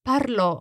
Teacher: with a real strong accent on that last O in the passato remoto